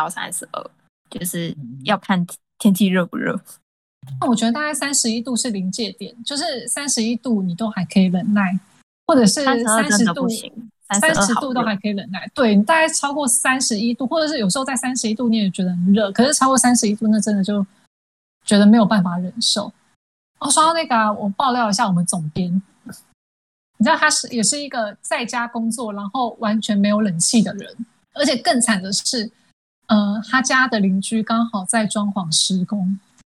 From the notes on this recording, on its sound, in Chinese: 因疫情影響，本集藉由遠端通訊軟體錄製而成，錄音品質稍有影響，還請見諒。